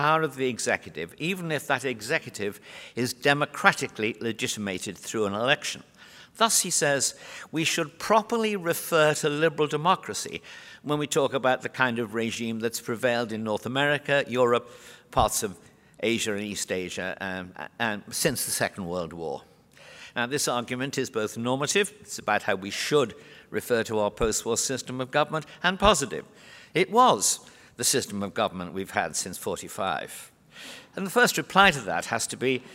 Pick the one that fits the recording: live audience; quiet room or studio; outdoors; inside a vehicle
live audience